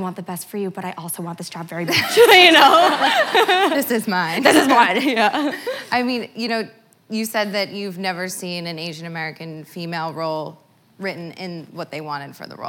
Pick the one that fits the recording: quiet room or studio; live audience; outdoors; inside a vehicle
live audience